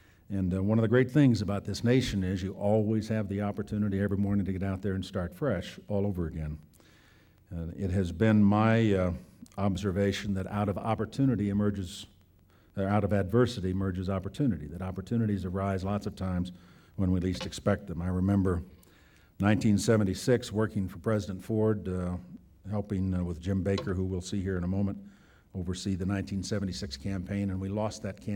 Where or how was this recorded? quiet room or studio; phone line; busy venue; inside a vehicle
busy venue